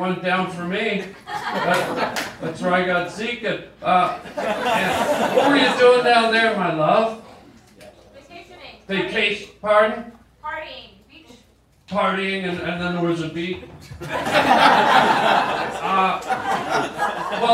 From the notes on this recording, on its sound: Goes live on stage.